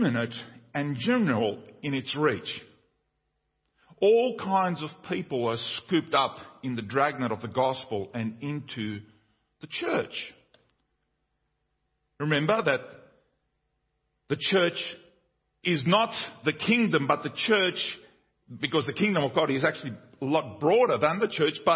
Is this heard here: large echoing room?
yes